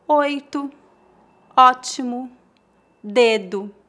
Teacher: Em final de palavras, a letra O é pronunciada como um U fraco